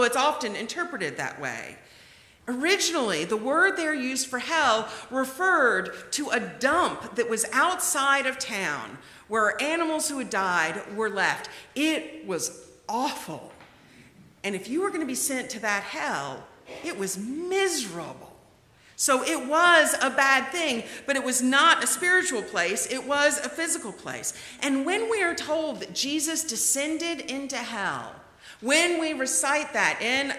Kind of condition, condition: setting, large echoing room